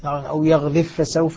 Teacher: الباء مع الفاء، ستسقط الباء في الفاء ذاتا وصفة طبعا هنا، لأن الإدغام سيكون كاملا.